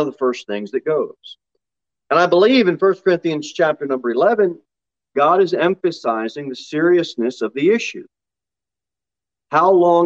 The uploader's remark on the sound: Sermon delivered at Pilgrim Baptist Church on Thursday, February 17, 2022, at 6 pm. Jere Whitson Rd.